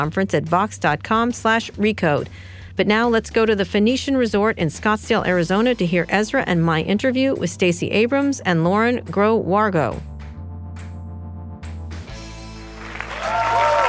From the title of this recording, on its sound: Live at Code 2019